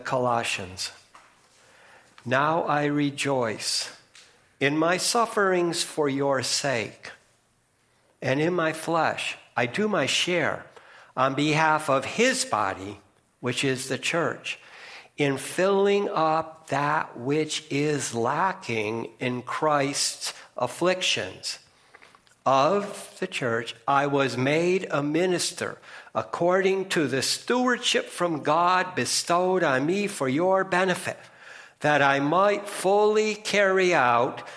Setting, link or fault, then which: setting, large echoing room